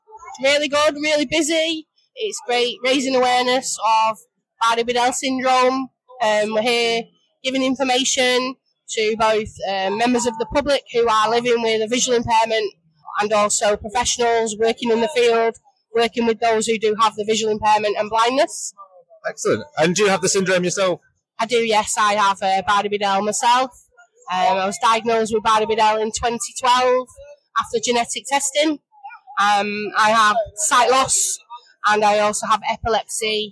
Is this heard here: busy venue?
yes